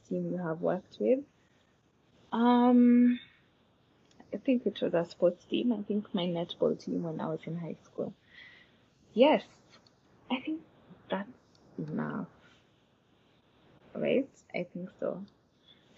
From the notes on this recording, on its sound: Sorry about any background noise or any place I’m not clear.